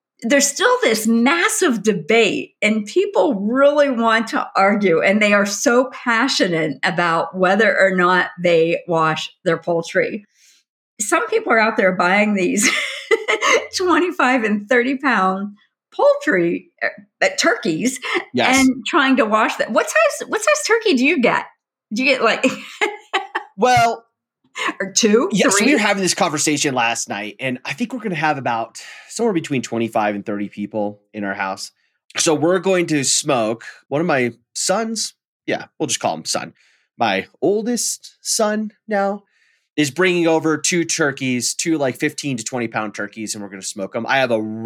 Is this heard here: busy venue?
no